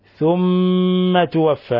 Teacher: ميم مشددة تغن مقدار حركتين. ثم لاحظوا إطباق الشفتين ولاحظوا الغنة من الخيشوم.